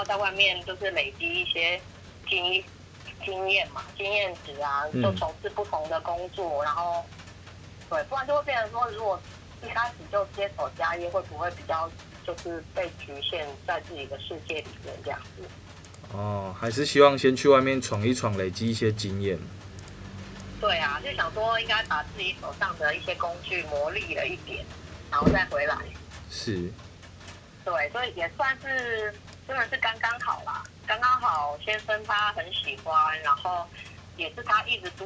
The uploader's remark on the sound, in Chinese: 本集因為是採取語音通話錄製的形式，所以在收音的部分與面對面錄製有所差異。本集裡面有出現的雨聲不是背景音樂，是真的下雨了，偶爾的一些摩托車聲、鍵盤聲(主持人手殘)都是可以理解的。